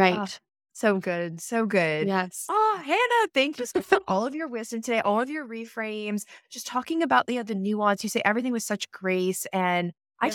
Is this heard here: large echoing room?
no